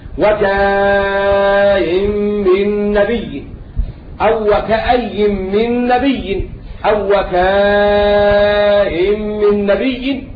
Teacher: يقرأها أبو جعفر بإبدال الياء همزة مع التسهيل مع المد والقصر